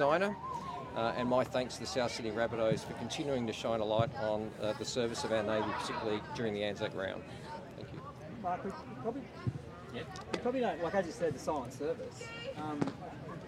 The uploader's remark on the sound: This mornings interviews live from the Rabbitohs Centre, Maroubra.